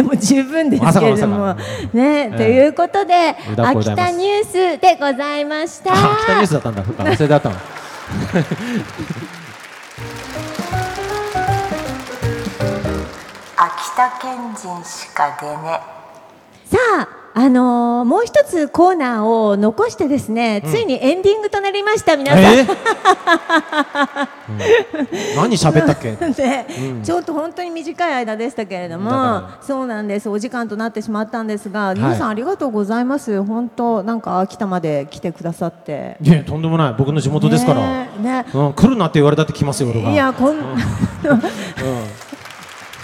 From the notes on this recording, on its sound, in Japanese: 会場ではスタッフを巻き込むハプニング？も…？イオンモール秋田にて行われた公開収録。